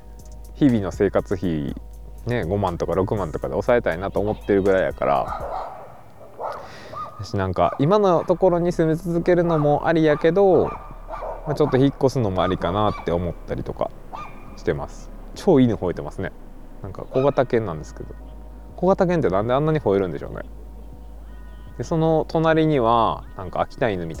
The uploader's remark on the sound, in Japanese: 野外収録雑談